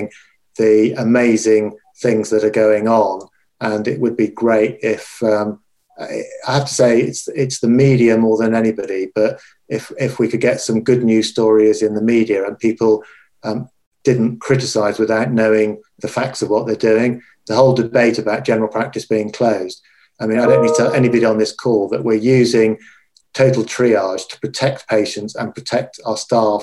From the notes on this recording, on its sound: this recorded webinar